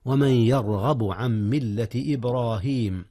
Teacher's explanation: ولا تنسيا تفخيم الراء في يرغب وفي إبراهيم